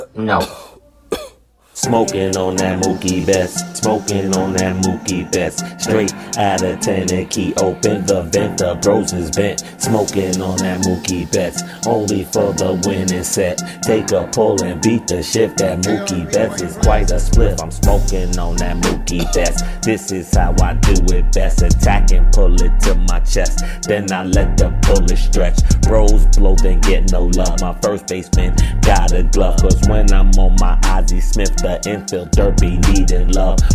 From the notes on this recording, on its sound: Live at the Ballpark